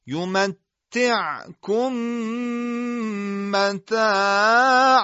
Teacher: تلفظ میم مشدد حاصله هم با حالت غنه همراهه، چرا که لبها روی هم منطبق و بستن، فلذا تمامی صدا از خیشوم یعنی فضای خالی داخل بینی خارج میشه. صدای میم مشدد باید به اندازه دو حرکت باشه، همون میزان دو حرکت غنه